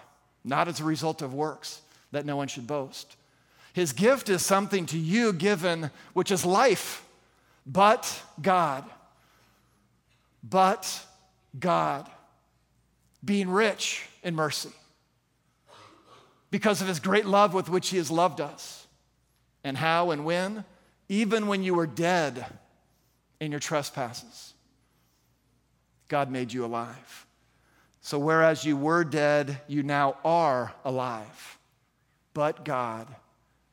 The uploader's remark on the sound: At the June 11, 2023 Sunday morning services of Boca Raton Community Church in Boca Raton, Florida.